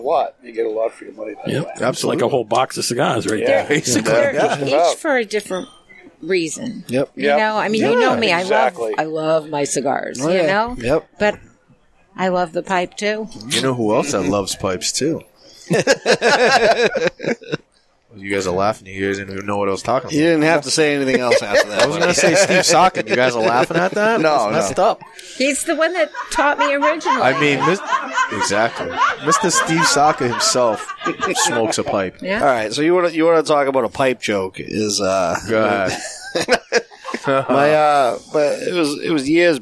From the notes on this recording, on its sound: Recorded live in the 7-20-4 Lounge!